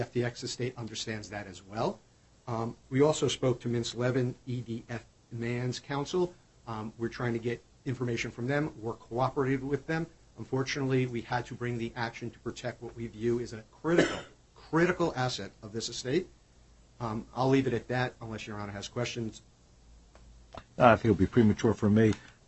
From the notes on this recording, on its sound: BlockFi Inc. U.S. bankruptcy court hearing recording audio.